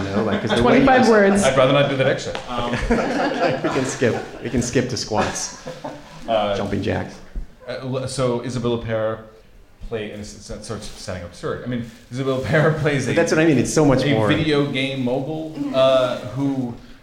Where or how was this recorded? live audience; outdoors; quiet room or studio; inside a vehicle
live audience